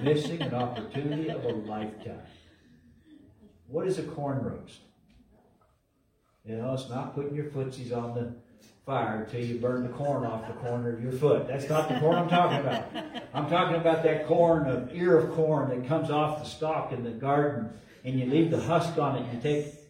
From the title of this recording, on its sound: LIVE from Calvary